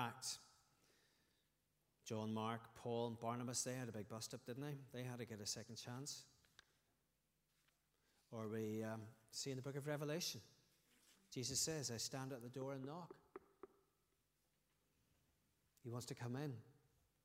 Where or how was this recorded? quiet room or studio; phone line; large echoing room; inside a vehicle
large echoing room